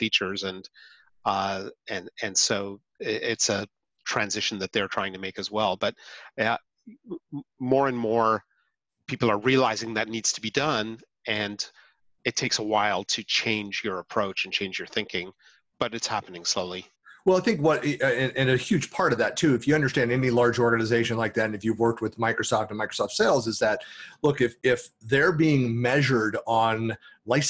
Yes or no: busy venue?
no